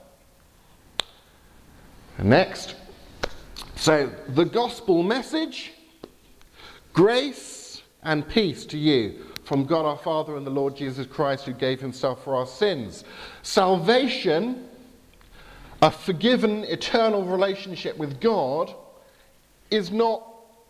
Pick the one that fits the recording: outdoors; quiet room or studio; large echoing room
large echoing room